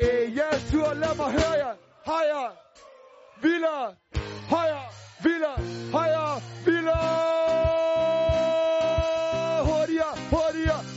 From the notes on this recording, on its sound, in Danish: Live fra Ringkøbing. Live fra en #hjemmefest - gemt væk i en vestjysk skov.